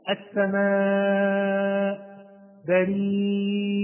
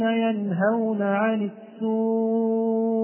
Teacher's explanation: مقدار مده أربع أو خمس حركات وصلا ووقفا، مقداره أربع أو خمس حركات وصلا ووقفا، لأنه سميناه مد واجب هذا المتصل لأنه في كلمة واحدة أربع أو خمس حركات وصلا ووقفا، ويكون ست حركات في حالة الوقف إذا كانت الهمزة متطرفة.